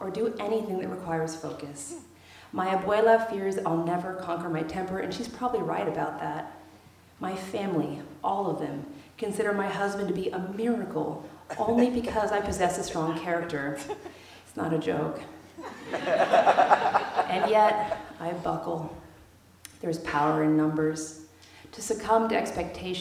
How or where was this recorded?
live audience